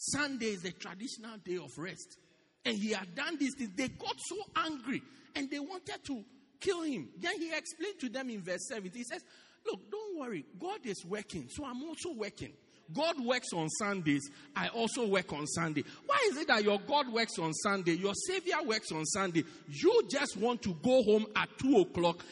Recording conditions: large echoing room